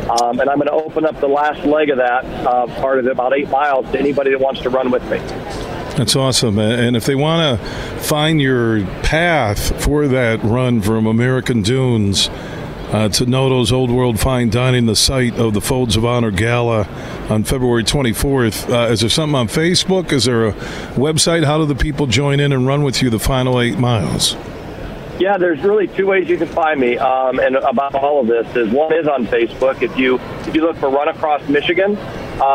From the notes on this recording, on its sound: Today we're broadcasting live from the Grand Rapids Boat Show happening all weekend at DeVos Place in Downtown Grand Rapids. Throughout the show we were joined by some of the great folks connected to the boat show to hear all about what they have to offer this weekend.